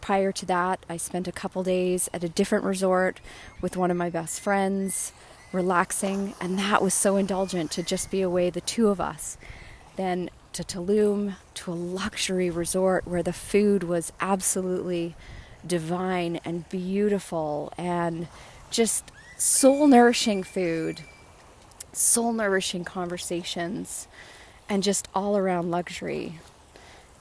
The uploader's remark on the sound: records live on n the beach in Playa Del Carmen